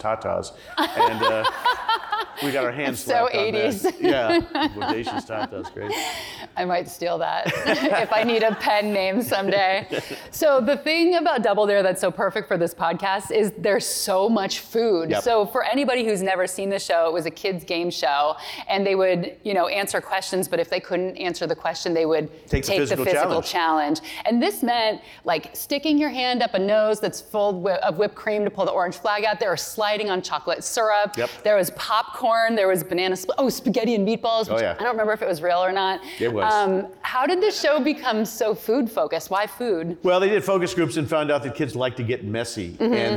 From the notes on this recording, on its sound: During a live taping at the Crosscut Ideas Festival in May.